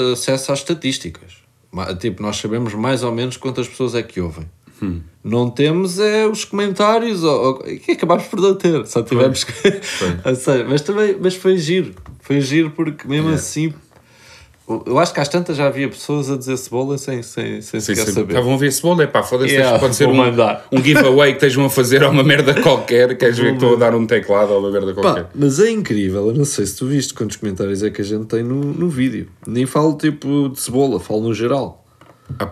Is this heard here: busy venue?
no